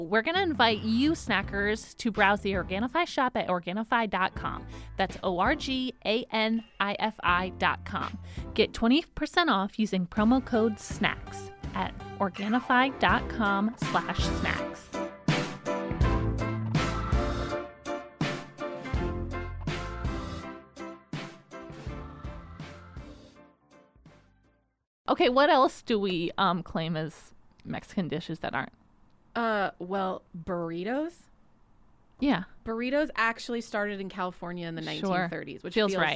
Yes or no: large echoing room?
no